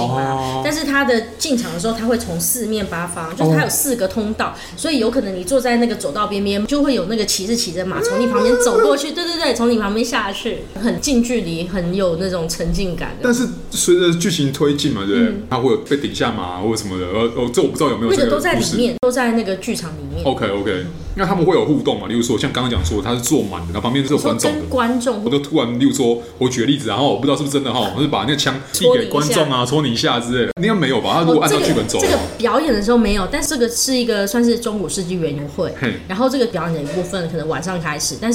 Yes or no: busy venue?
yes